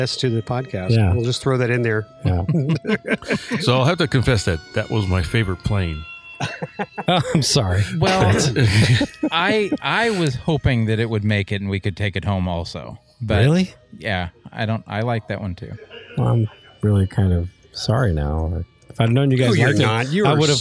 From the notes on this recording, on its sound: At Joe Nall. This was recorded outside so there's a bit of background noise.